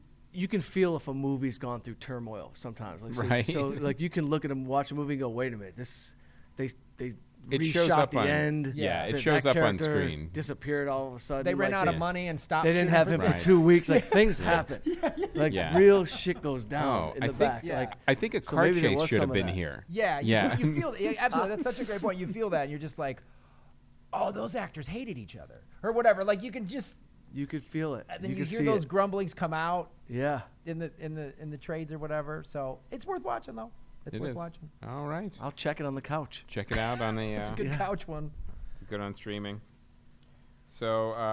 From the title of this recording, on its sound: ATC Fest Live From Phoenix